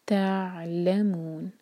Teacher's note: عین کو کلیئر حلق سے، اور یہاں پر جھٹکا نہ آئے، عین ساکن کے بعد لام، تو لام پر زور ہوگا. تعلمون، مو چار حرکہ کھینچیں گے، سیم رول، نون پر ہم سکون لگا کر رک رہے ہیں، اور نون سے پہلے جو تھا مد تبعی تھا مو، تو ہم چار حرکہ کھینچیں گے، اب یہ ہوا مد عارض للسکون.